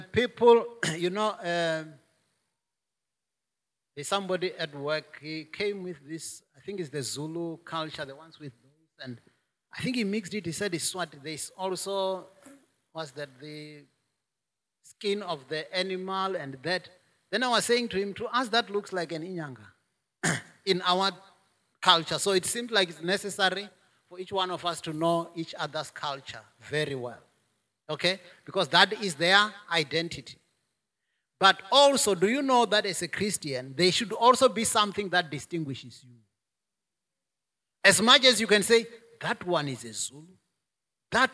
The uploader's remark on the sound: preached at Jesus the Saviour Church, Kuilsriver Branch, Cape Town on 26 September 2021